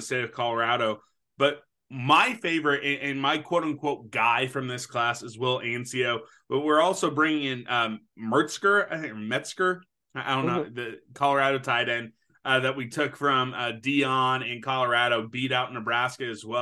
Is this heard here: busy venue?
no